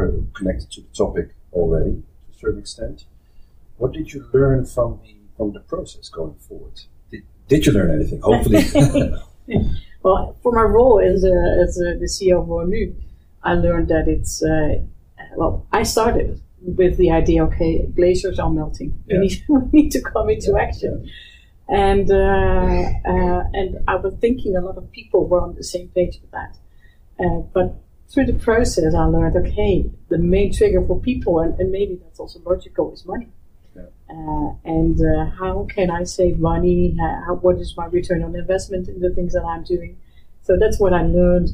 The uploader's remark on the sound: Due to some technical issues, the quality of the sound is not as good as you are used to from us.